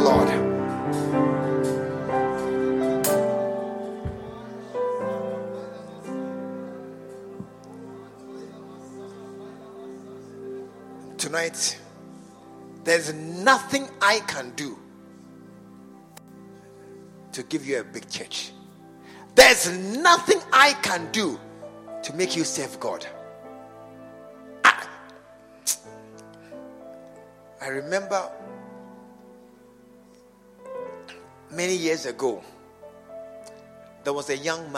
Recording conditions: large echoing room